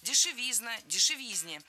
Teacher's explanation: В этом слове, опять же, ударным должен быть суффикс «изн». · Term: ударение однотипное